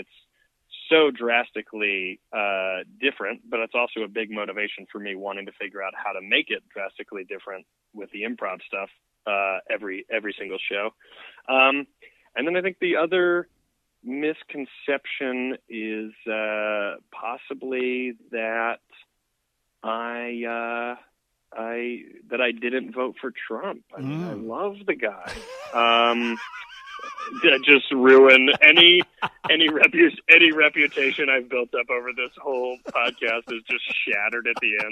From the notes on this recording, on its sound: joins me by phone